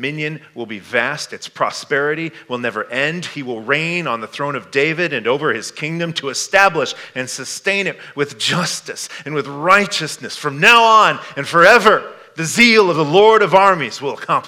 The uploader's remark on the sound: This message was given at Fall Conference 2022. Stonebrook Community Church in Ames, IA.